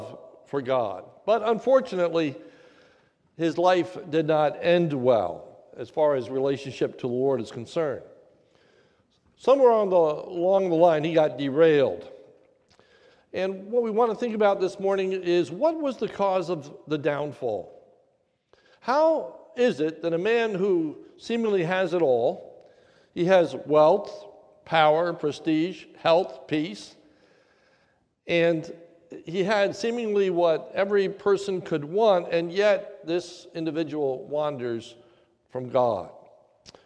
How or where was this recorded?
large echoing room